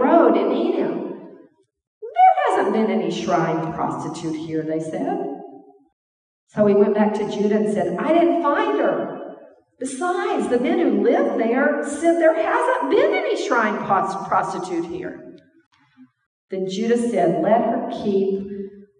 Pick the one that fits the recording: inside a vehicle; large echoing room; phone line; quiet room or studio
large echoing room